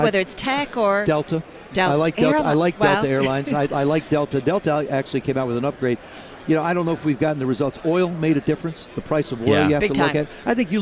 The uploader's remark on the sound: live at radio row, ahead of the big game in Atlanta